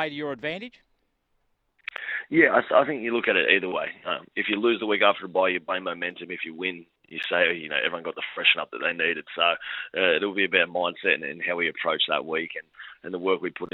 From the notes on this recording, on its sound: jumps on the line